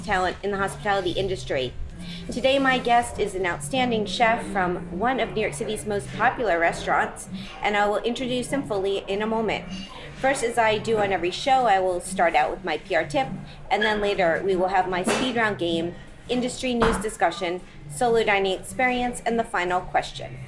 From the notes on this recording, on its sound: goes on location at Il Buco Alimentari e Vineria in Noho, NYC